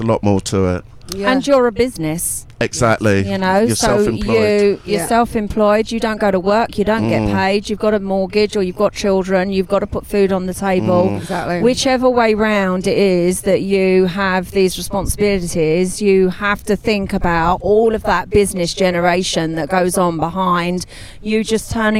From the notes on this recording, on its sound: Jump in the Audiomango studio van for a chat at Brighton Music Conference. Recorded live for istreem.tv.